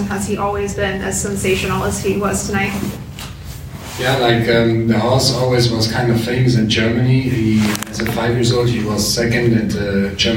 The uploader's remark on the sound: This special episode of the Practical Horseman Podcast, sponsored by Silver Honey, comes to you from the 2023 FEI Jumping World Cup™ Final. Hear from riders at the press conference after the conclusion of Final II.